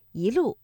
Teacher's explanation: 第一句的“一路霜林”，我们的“一”读二声